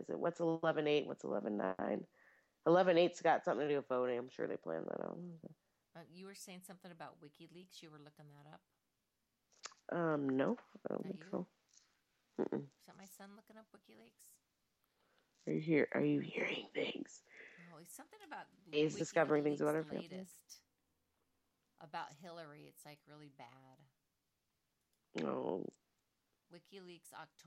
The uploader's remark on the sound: Sorry about the audio, we are such nubes at tech.